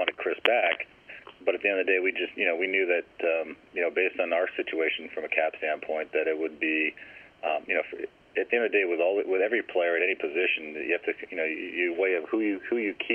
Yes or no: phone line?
yes